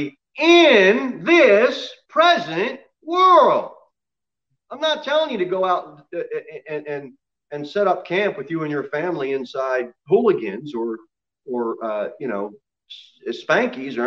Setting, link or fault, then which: setting, large echoing room